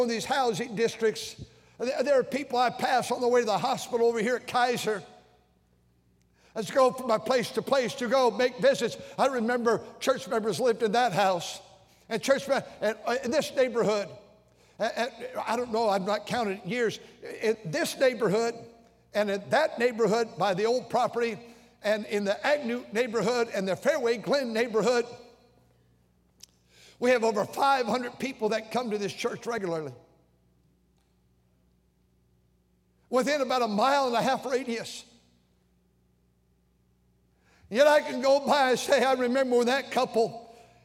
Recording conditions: large echoing room